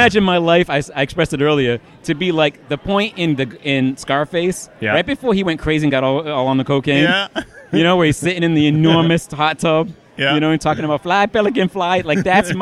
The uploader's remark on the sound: Interviews from Boston Comic Con 2013